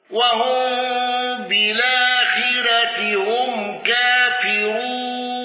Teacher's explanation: الأزرق بمد البدل والعارض وترقيق الراء المضمومة